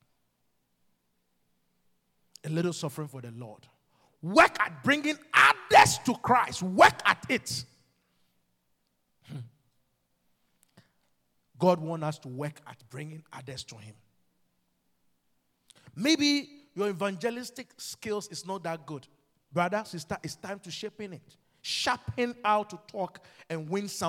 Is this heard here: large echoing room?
yes